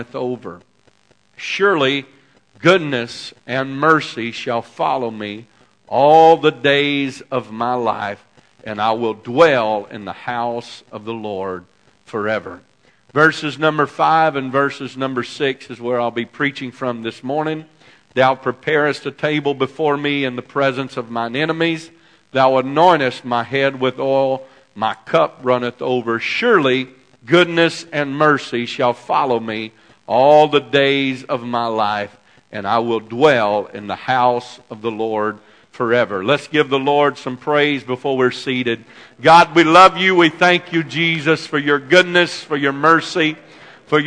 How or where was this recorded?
large echoing room